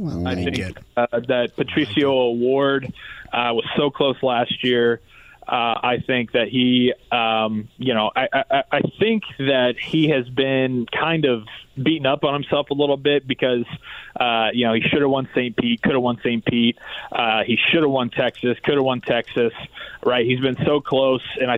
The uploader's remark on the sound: Calls in live from graduation! Our proud graduate gives us an update from Kokomo and how he’s feeling on graduation day.